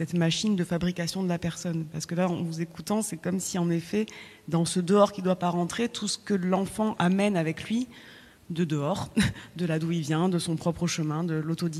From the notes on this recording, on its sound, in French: Profitant d’une session One to one à La Bellone. Entretien enregistré devant public le 30 juin 2022.